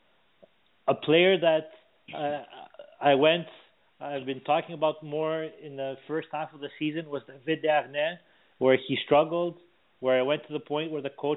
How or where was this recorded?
phone line